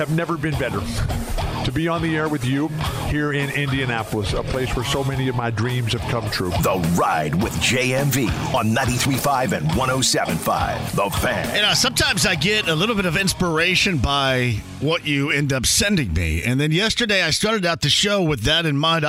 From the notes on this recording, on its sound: opens the phone lines up and takes some calls!